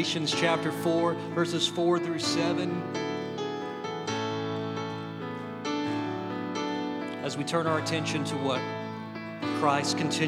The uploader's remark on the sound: Audio from our final service as Wardville Community Church before we move together to Alpine First Baptist Church.